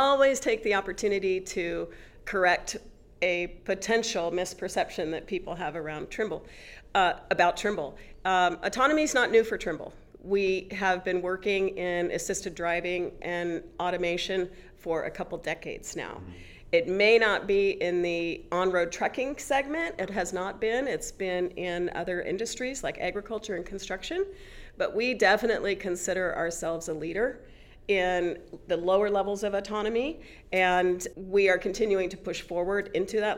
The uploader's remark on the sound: at the Trimble’s Insight Tech Conference